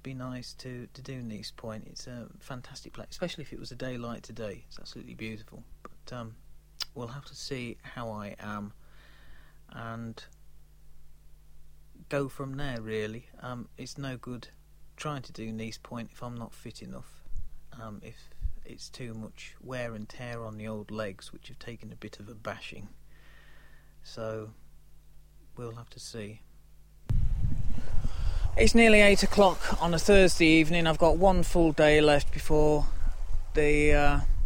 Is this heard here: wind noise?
yes